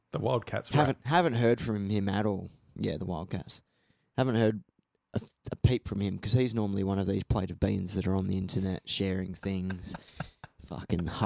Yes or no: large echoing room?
no